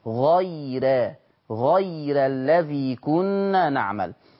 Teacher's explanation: الراء المفتوحة قبلها الياء ايه ساكنة، ايه السكون واضح اهو، يبقى نرقق واحنا مغمضين